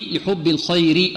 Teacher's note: الراء لماذا رققناها هنا؟ لأنها مكسورة